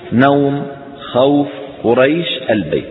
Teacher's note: حرف اللين وبعده حرف ساكن سكونا عارضا بسبب الوقف فإنه يمد 2 أو 4 أو 6 حركات